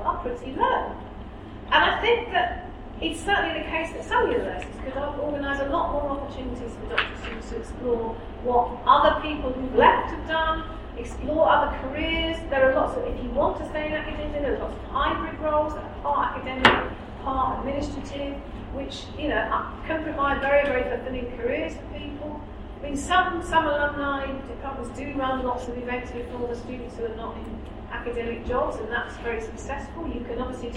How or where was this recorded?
live audience